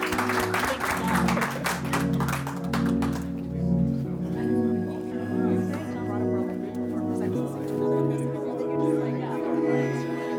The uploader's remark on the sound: During a live recording of the Art from the Outside podcast. At the Guggenheim Museum. In front of a live audience.